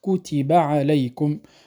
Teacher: الكاف والتاء والباء الثلاثة حروف متساوية في زمنها، كتب عليكم، فلا نقول كتب، نختلس حرف.